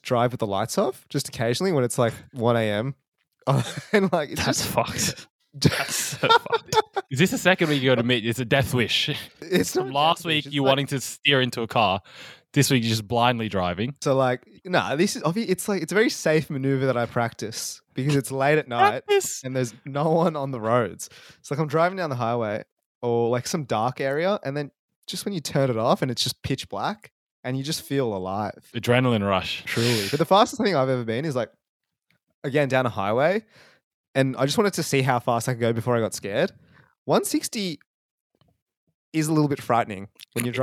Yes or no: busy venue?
no